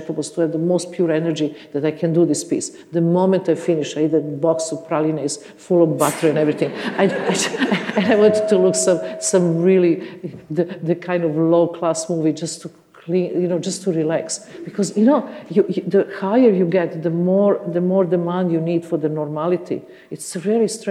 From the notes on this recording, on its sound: This event was recorded in September 2014 at the Royal College of Music, in London.